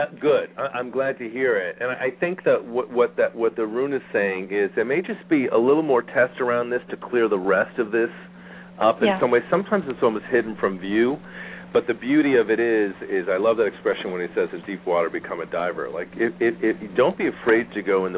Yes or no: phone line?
yes